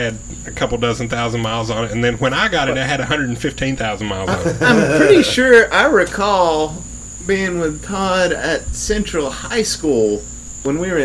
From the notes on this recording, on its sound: We recorded this on a back porch, so yall are gonna get all the nature noises on top of the banter.